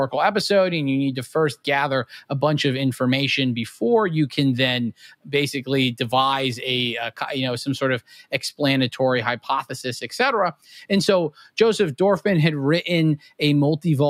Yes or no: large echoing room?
no